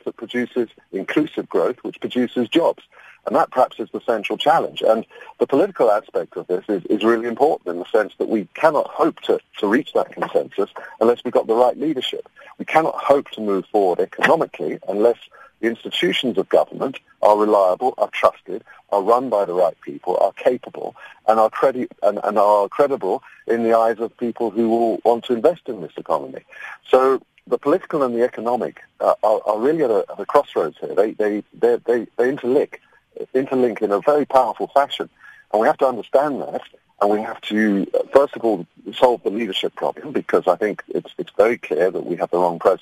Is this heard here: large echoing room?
no